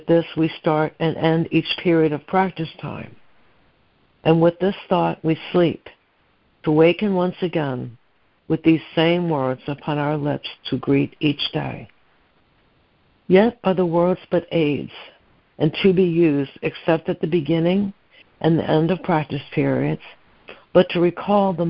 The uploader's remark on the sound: ACIM Daily Conference Call.